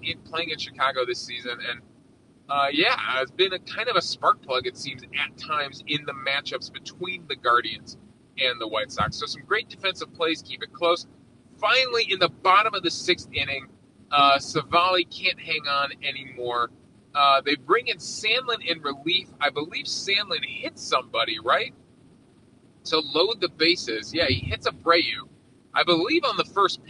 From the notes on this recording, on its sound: We're unfortunately recording while driving to the airport so apologies for the poor audio quality.